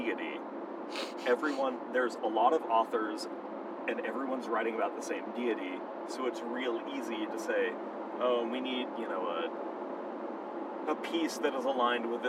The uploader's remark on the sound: Travel out to Harvest Nights and bring you along in the car with them.